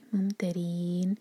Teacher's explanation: میم ساکن کے بعد تو تے جو ہے اس پر زور دیں گے